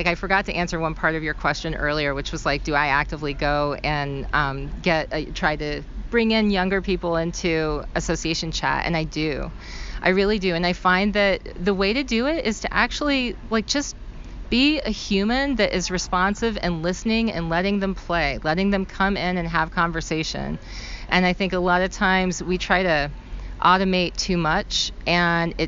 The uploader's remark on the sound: at ASAE's 2023 Annual Meeting in Atlanta